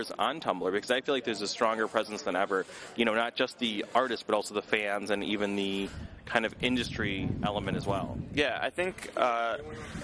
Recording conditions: busy venue